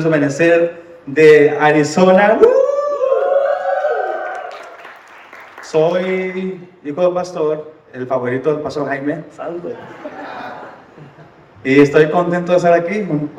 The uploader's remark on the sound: Live from YTH Retreat. Live podcast in front of 100 youth at Holy Ground 2023!